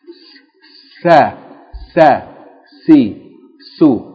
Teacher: the letter seen is pronounced from the tip of the tongue, not touching the upper two front teeth. The back of the two upper front teeth is placing the tongue behind the two upper front teeth, a little bit above the two lower teeth, with a space between the teeth. · The plate of the two top upper teeth and slightly above the lower incisors. A space is left between the tongue and the incisors when pronouncing it. Okay, in other words, the letter seen is pronounced from the tip of the tongue, not touching the upper two front teeth.